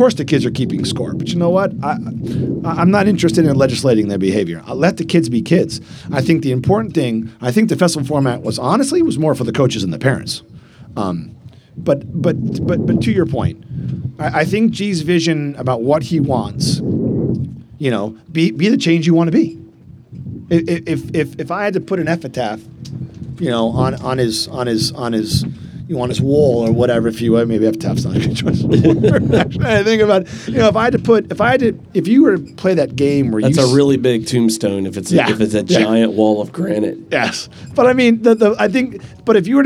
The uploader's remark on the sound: Live at the Eastern Shore Premier Cup